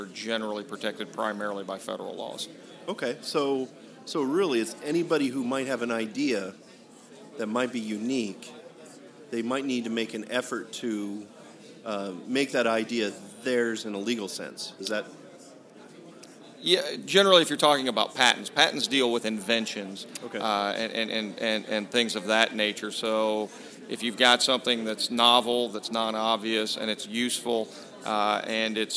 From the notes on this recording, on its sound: Live before an Innovative Audience.